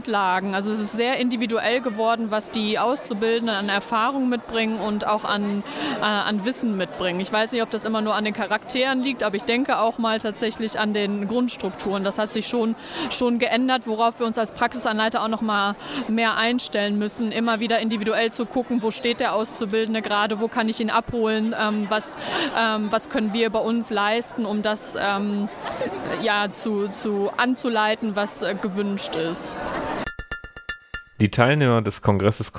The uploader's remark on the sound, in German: Junge Pflege Kongress in Bochum. Wir nehmen euch Live mit auf den Junge Pflege Kongress des DBfK Nordwest in Bochum.